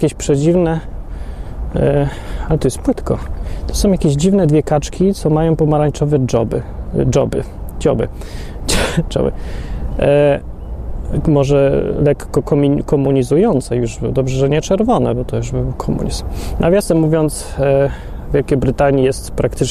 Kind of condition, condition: setting, outdoors